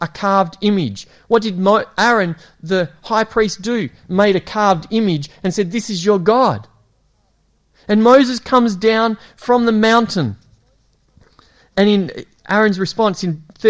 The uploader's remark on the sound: It was preached at Esperance Church of Christ